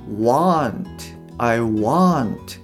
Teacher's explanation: want の場合はもっと口がこう開いて「あ」「あ」のような音になるんですね